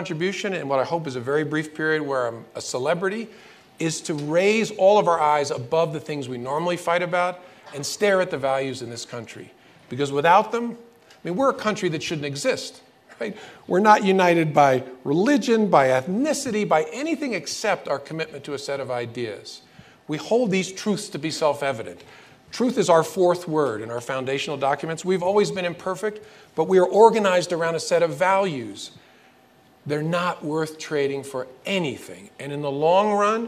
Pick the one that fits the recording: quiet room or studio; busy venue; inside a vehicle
busy venue